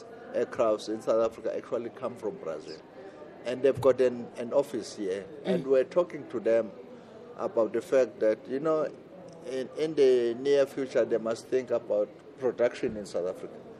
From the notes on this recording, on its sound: He spoke to Ubuntu Radio on the sidelines of BRICS Summit in Sandton, South Africa.